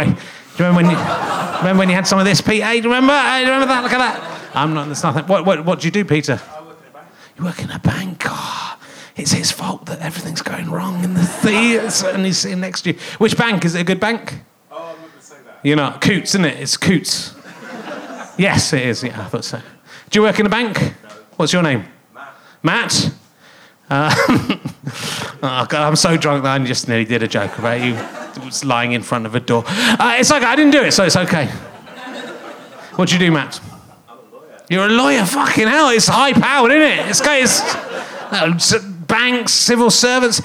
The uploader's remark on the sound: Leicester Square Theatre Podcast. Chats with the audience.